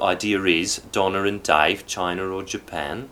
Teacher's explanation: Intrusive R, so linking words that end on the letter A, like idea.